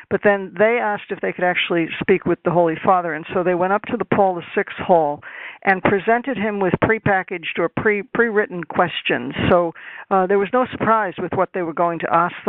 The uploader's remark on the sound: This teleconference